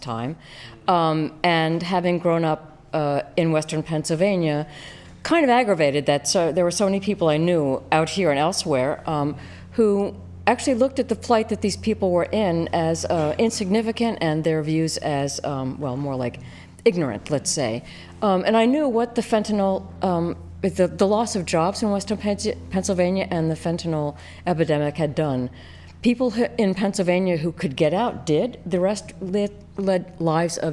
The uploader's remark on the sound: before a live audience